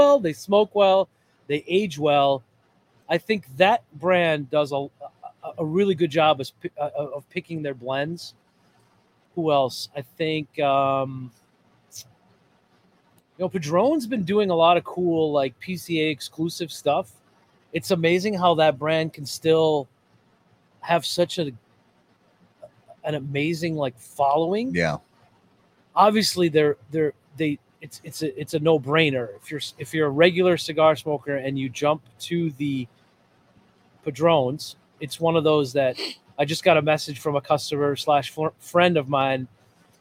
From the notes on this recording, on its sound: Listen in as we visit Ramsey Smoke Shop, one of the hidden gem cigar shops in the Twin Cities area.